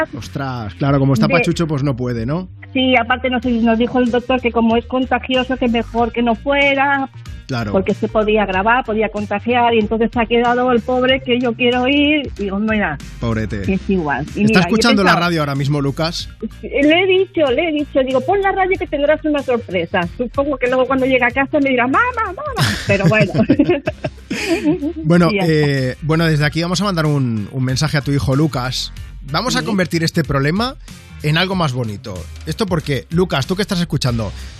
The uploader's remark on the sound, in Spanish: ha charlado por teléfono